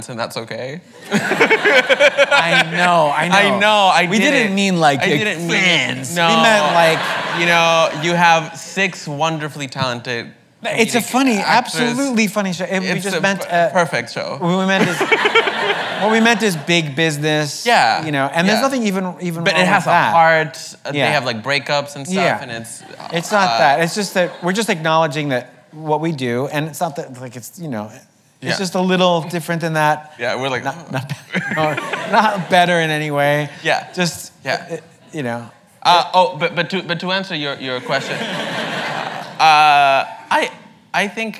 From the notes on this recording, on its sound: The conversation was recorded on August 1, 2019 in front of a live audience at New York's 92nd Street Y.